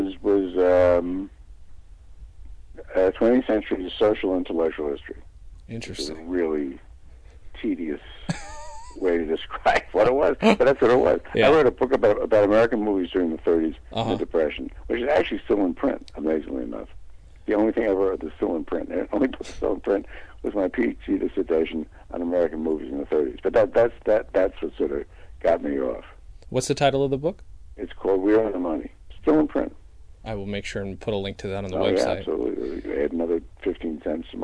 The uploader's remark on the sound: By phone from New York. Comedy on Vinyl is recorded at Fort Awesome Studios in beautiful downtown Burbank.